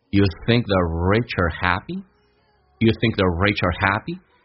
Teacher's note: rich 跟 happy 强调的更多，所以呢能够突出来